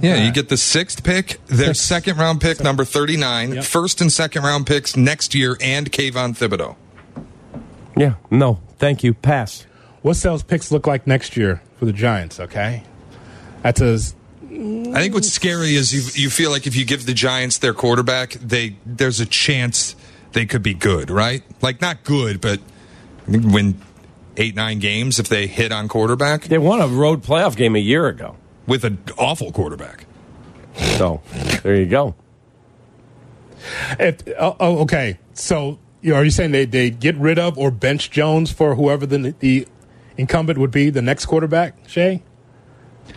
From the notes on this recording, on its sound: live from the NFL Combine